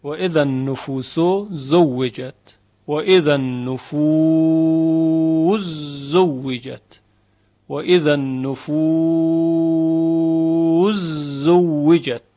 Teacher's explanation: ادغام سین در حرف زای ز، سین در زای در یک موضع فقط، سوره مبارکه تکویر، و اذا النفوس زوجت، و اذا النفوس زوجت، و اذا النفوس زوجت.